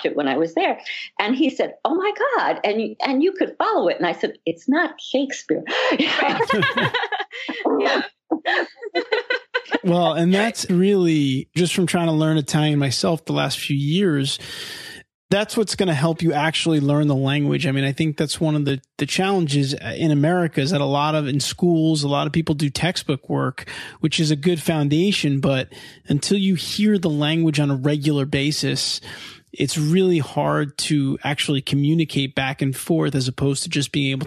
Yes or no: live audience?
no